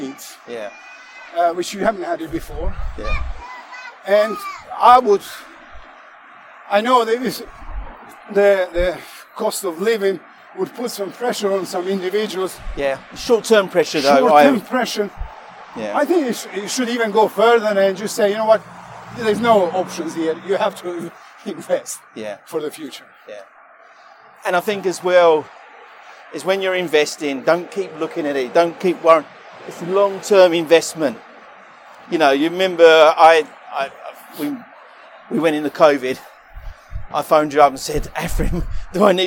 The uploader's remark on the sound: Walk and Talk